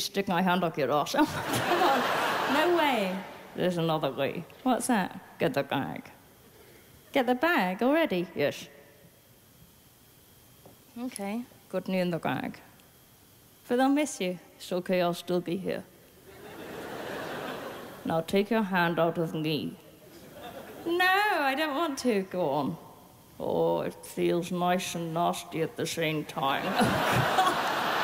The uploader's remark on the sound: 2008 Melbourne International Comedy Festival Gala